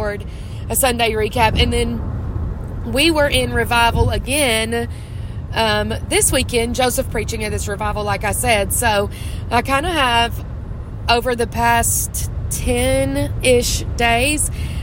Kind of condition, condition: setting, inside a vehicle